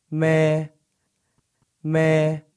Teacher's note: It's a high flat tone. · Term: Tone 1